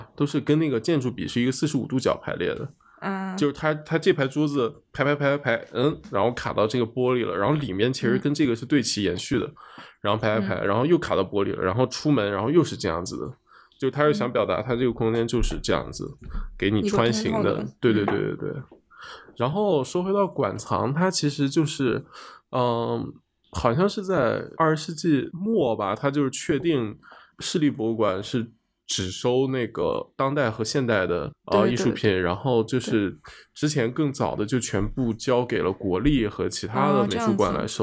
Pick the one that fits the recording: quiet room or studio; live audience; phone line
quiet room or studio